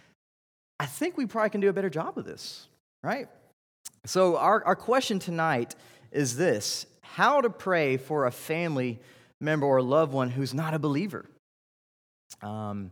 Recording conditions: large echoing room